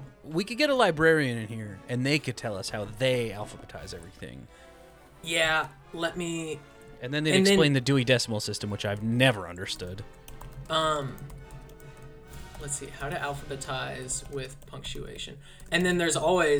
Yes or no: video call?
no